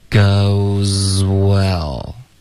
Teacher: 所以你发 z 的时候呢 goes，你的嘴唇就已经撅起来准备发 w 了，中间不要顿